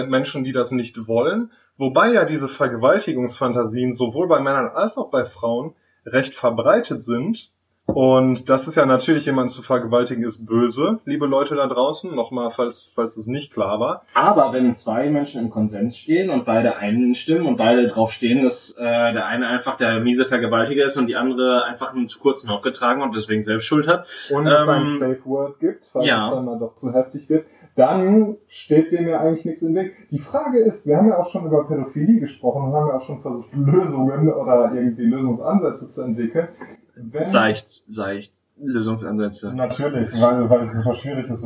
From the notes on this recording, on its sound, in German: technische Schwierigkeiten führten dazu, dass die Audioqualität durchaus Luft nach oben lässt